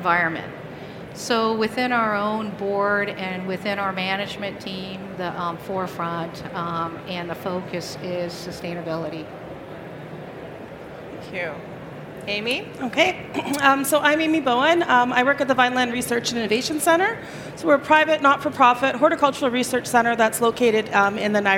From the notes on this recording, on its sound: This is the recording of a Learning Lounge from the recent CPMA Convention and Trade Show in Toronto.